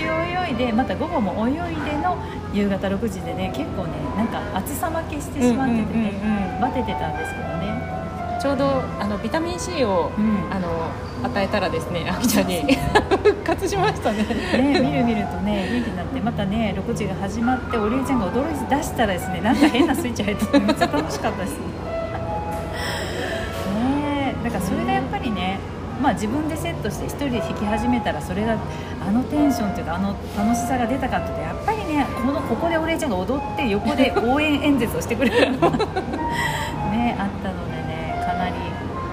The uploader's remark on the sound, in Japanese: 初の屋外収録です！初めての対面での収録です。